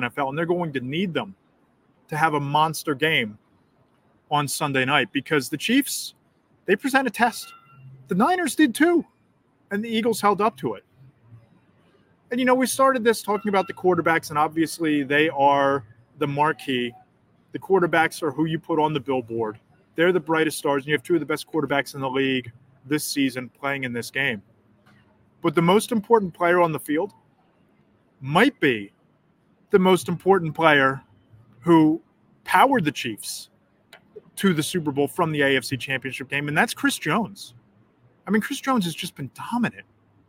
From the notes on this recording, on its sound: live from Arizona and radio row this week.